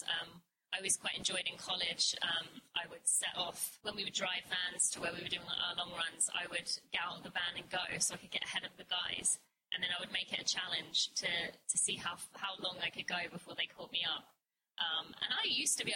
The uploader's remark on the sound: Live Podcast Event from the New York City Marathon. In this bonus podcast episode you will hear the replay from our live event at the New York City Marathon.